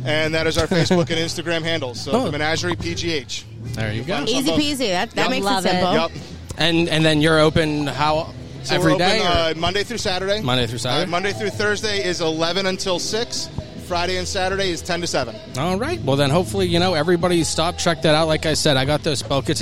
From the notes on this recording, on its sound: LIVE from Rhythm & Brews 2023